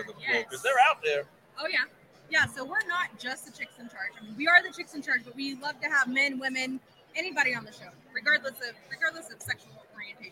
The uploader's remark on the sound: while at the 2023 NIADA Accelerate Conference